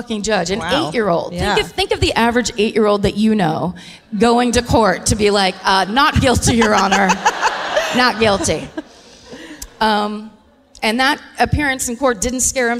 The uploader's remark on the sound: Live at Albert Hall in Manchester